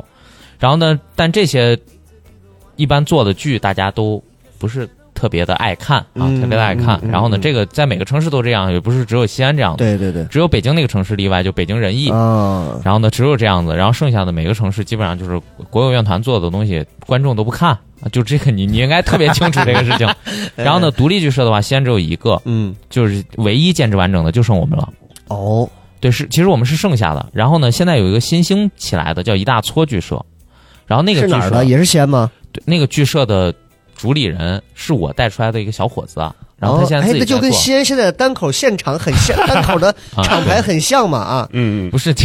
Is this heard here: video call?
no